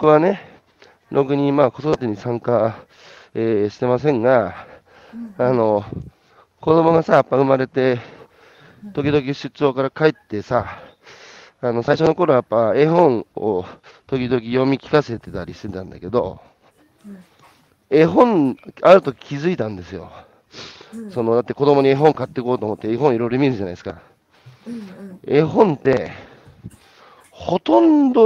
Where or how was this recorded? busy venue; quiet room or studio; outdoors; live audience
outdoors